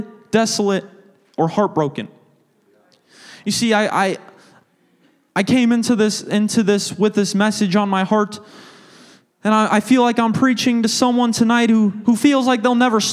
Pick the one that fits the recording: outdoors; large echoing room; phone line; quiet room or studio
large echoing room